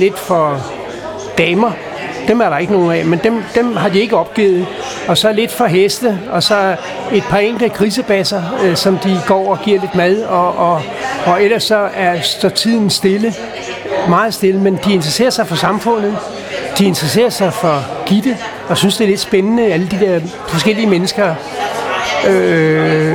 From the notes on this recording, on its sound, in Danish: Optaget på Axelborg Bodega, København.